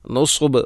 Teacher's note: കഅന്നഹും ഇലാ നുസുബിൻ, നുസുബ് സ്വാദിന് ബൊമ്മ് സീനെ കൊണ്ടല്ല വായിക്കണം, നുസുബ് അല്ല, കഅന്നഹും ഇലാ നുസുബിൻ എന്നല്ല പറയേണ്ടത്, നുസുബ് സ്വാദ്, സ്വാദ് ഉച്ചരിക്കുമ്പോൾ നാവിൻ്റെ മധ്യഭാഗം അണ്ണാക്കിലോട് ചേർന്ന് വരണം